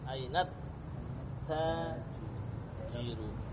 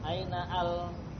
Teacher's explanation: Jadi hamzahnya tidak lagi dibunyikan · Shown in: first take · Karena dia didahului oleh kata aina.